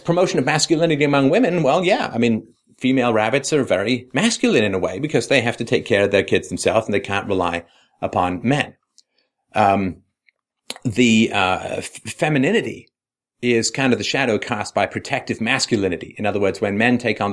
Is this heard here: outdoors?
no